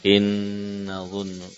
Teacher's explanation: Diberi ghunnah yang sempurna untuk nun nun yang bertasydid.